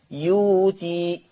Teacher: الحركة اللي على الياء إيه؟ ضمة، فيتناسب معاها واو، فتبدل واو، تبدل واو، فتصير يؤتي. · Term: إبدال الهمز الساكن